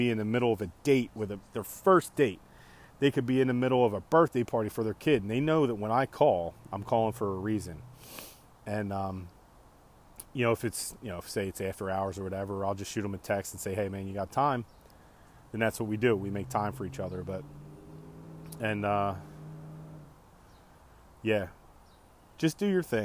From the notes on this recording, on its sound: Outside smoking a couple pork loins and ribs riffin on some thoughts.